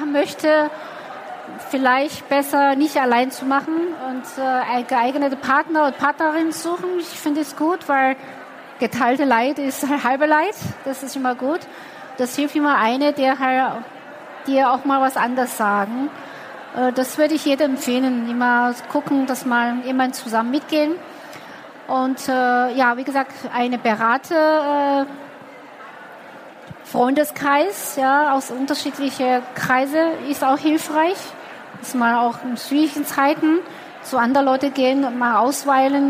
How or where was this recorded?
busy venue